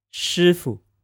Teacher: SHI with a first tone and FU with a neutral tone